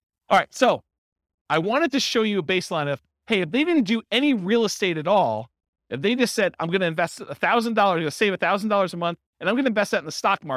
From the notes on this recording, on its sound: This was a live class recorded